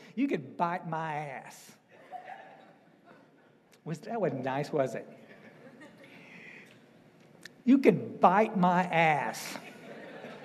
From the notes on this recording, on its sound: speaking at the DAA State Conference in FL.